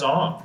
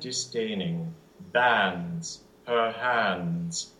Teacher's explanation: And disdaining, bands, her hands, those have to stay a, the cat vowel. · Shown in: second take · Yes. The stuck together AE symbol in IPA.